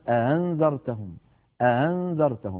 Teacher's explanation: بعضهم من القبائل كان يسهل الهمزة الثانية